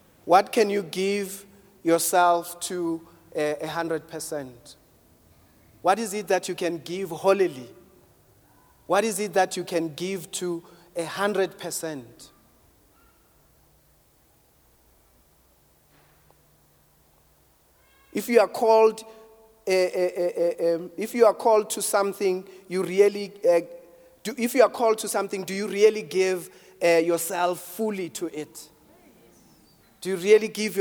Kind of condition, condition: setting, large echoing room